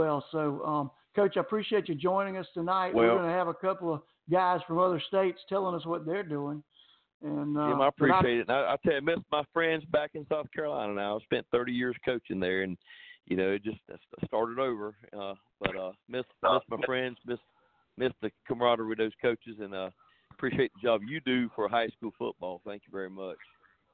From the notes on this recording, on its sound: A SOLID HOUR OF LIVE CALLS